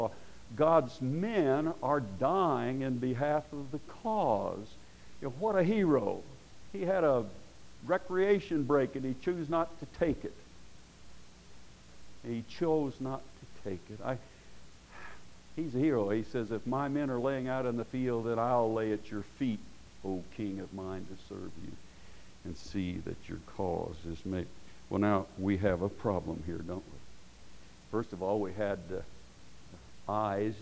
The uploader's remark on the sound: Preached at Paradise Valley Christian Church